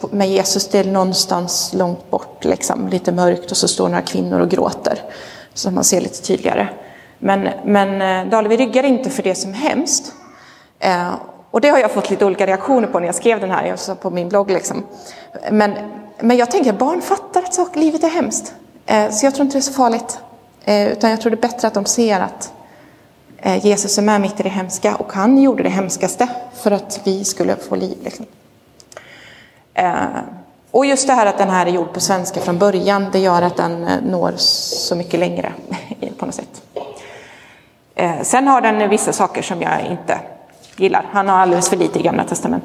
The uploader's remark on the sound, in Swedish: Inspelad i Roseniuskyrkan den 23 oktober 2022.